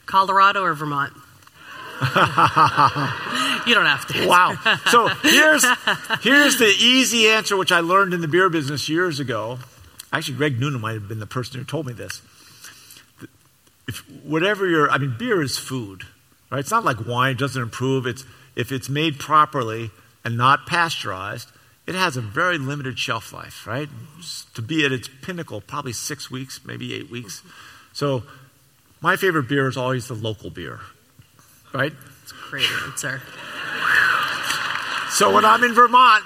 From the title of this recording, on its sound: LIVE at the Flynn